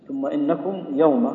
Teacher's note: النون مشددة تغن بمقدار كل واحدة حركتين